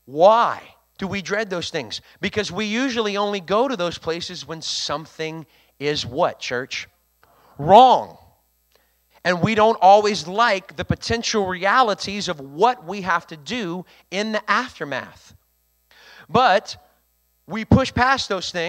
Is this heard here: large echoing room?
yes